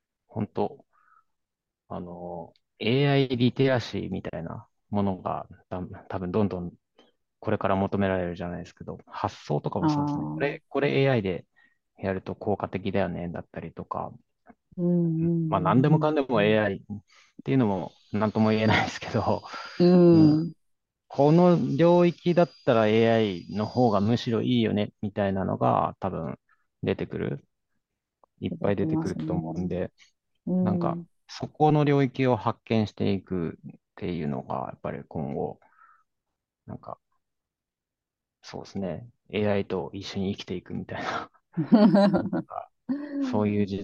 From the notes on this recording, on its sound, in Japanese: zoomを使って録音しています。